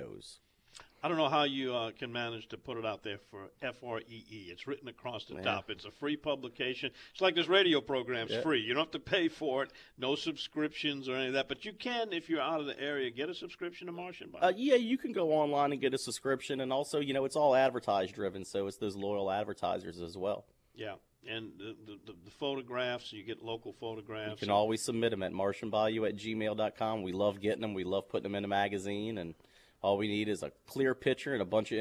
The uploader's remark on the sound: This week, live from Marsh & Bayou in Mandeville.